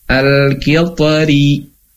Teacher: Dalam kata al-kitori, al-kitori, maka ketika diwasalkan, roknya tetap tipis. Al-kitori. Tapi namun ketika disukunkan, angdal waqof, ya, maka bisa pilih, ya.